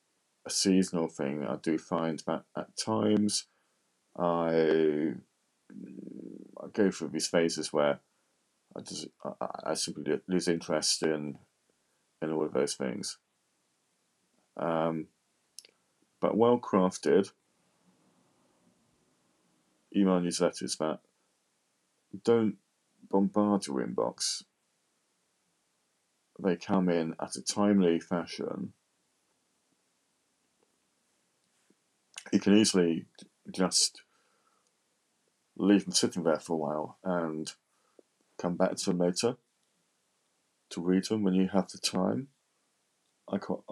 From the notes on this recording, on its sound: Trying recording from different parts of the house, the lounge this time with nothin but my ipad and it’s built in mic.